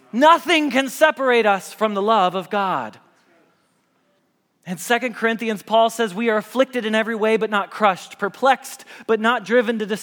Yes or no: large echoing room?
yes